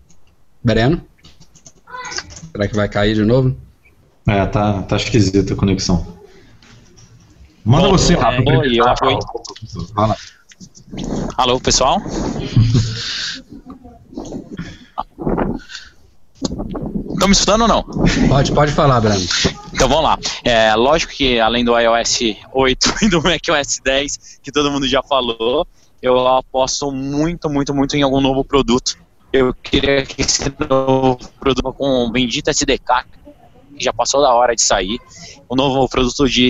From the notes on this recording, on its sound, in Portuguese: Gravamos o 91º episódio do nosso podcast ao vivo, via Hangouts On Air.